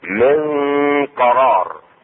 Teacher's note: إخفاء النون الساكنة مع القاف